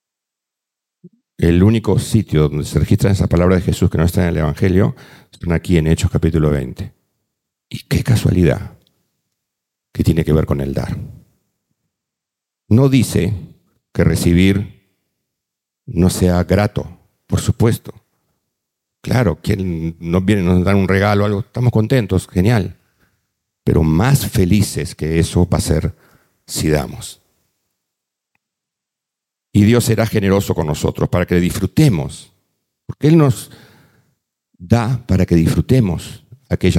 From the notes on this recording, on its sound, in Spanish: Presentado en vivo. Este podcast es la retransmisión de la reunión de iCafe Iglesia de cada domingo.